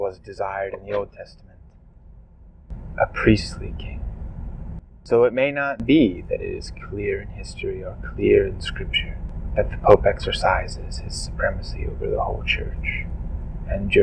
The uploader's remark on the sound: Please forgive the audio quality issues in this episode. This is one of the negative effects of recording a podcast in the car while driving.